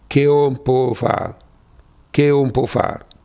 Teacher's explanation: Abbiamo la caduta delle vocali finali, om e far, e la lenizione totale, mia, delle consonanti intervocaliche.